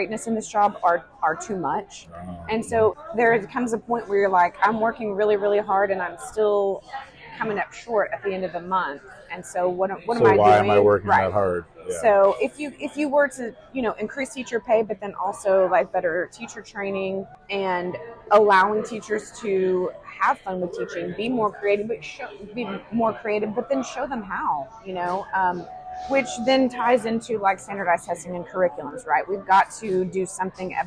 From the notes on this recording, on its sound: We recorded live at a coffee shop in the heart of N. Texas!